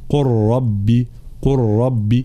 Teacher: اللام الساكنة تدغم في الراء المتحركة فيصيران حرفا واحدا من جنس الحرف الثاني وهو الراء، فيصيران راء مشددة، لا ننطق اللام · Term: إدغام